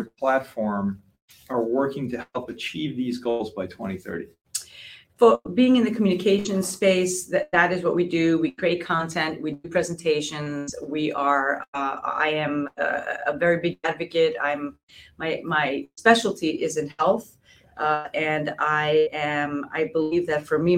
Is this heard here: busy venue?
no